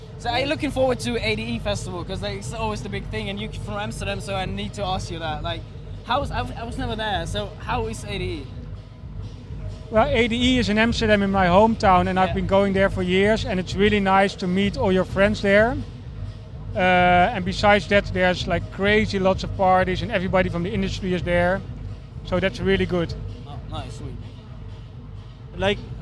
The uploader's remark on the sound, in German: Waren wir dieses Jahr auf dem Container Love Festival im Nürnberger Hafen unterwegs. Wir haben dort den Vibe und die Gefühle des Festivals eingefangen und den ein oder anderen Besucher, Künstler oder auch Veranstalter interviewt.